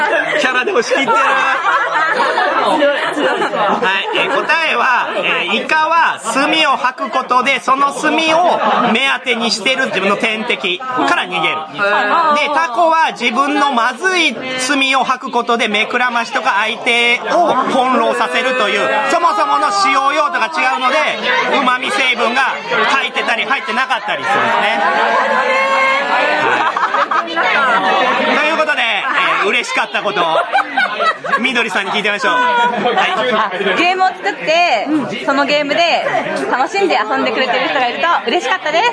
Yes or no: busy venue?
yes